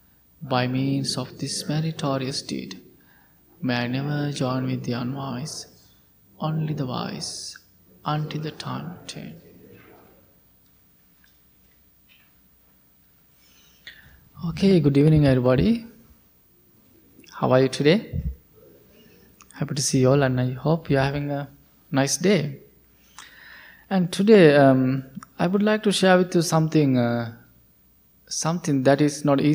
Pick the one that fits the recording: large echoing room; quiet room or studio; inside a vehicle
large echoing room